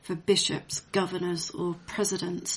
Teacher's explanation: It becomes very easy to hear in the lines, "Love is not love that alteration finds for bishops, governors or presidents." And those strong plosives, the b, g, p, sound like you're spitting out the job titles